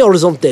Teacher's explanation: I say Horizonte because it's Brazilian. I'm not pronouncing the H on purpose.